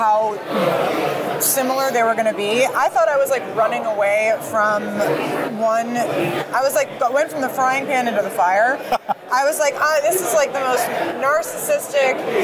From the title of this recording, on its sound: Battleground LIVE from CPAC